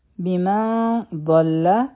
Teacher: د نون ساکن نه پس ضاد دی، غټه اخفا بکو